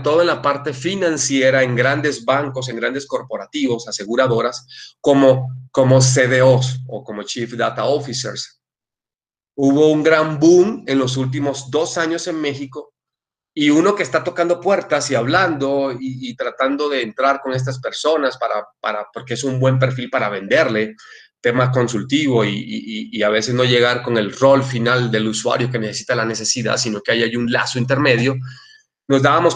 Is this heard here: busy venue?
no